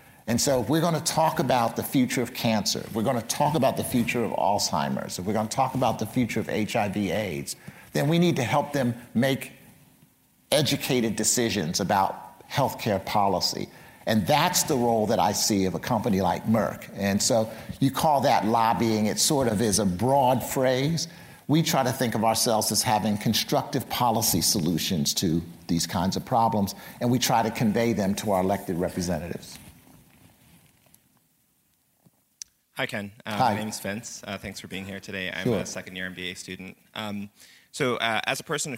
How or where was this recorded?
live audience